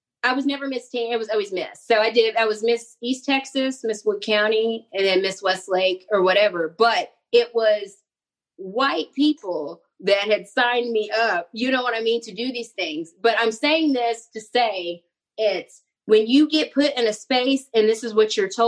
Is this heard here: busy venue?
no